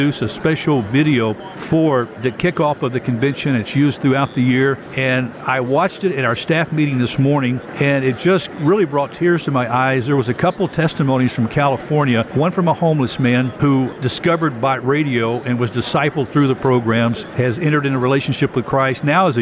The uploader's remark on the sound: Live from 2023 NRB Convention